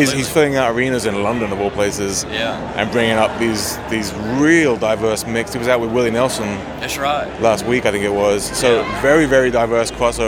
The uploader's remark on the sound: Live From IBMA 2022